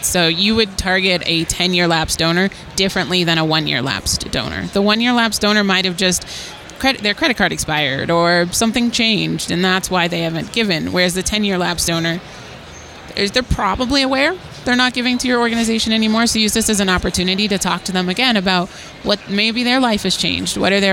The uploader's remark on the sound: This was recorded at the 2023 Nonprofit Technology Conference, hosted by NTEN.